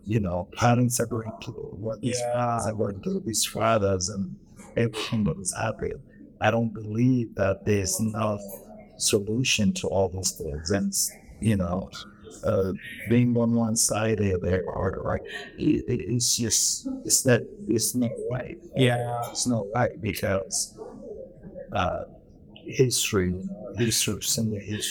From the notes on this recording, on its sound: Recorded downtown at Kafé Mamai.